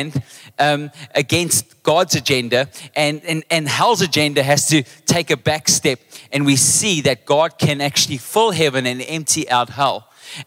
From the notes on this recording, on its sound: Table View. Recorded live on Sunday the 5th of November 2023.